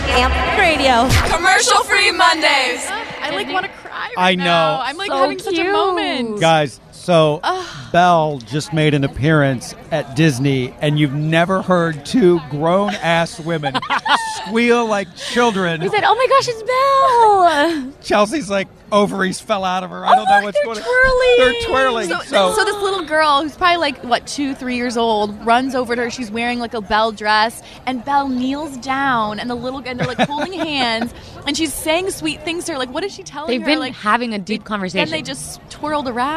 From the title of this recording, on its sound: The Morning Show Is Live from The Happiest Place on Earth!